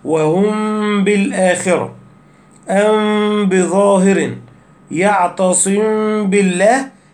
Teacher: الإخفاء الشفوي عند الباء بغنة ظاهرة، إخفاء الميم الساكنة إذا أتى بعدها باء